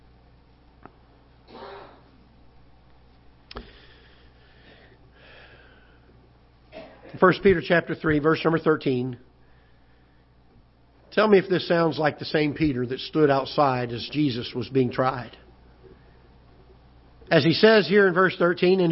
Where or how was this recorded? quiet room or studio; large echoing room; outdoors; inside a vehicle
large echoing room